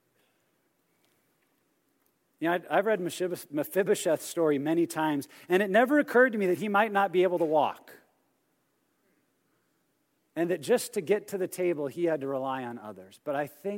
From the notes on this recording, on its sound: message from our 2017 Men's Conference